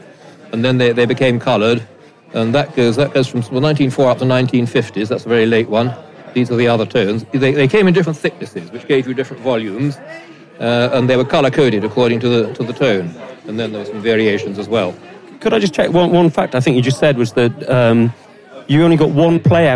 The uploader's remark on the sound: This opening episode was recorded live at the unveiling ceremony in the building at 31 Maiden Lane.